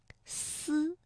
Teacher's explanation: 读发思的时候呢，舌尖是接近上齿背，这个气流是从窄缝当中挤出的 · Term: 平舌音